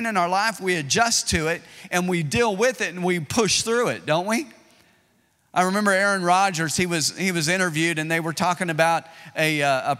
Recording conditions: large echoing room